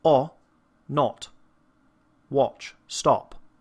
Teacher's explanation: it's in the same place as the ah, but when you round your lips and you say ah, not, watch, stop, that's the British sound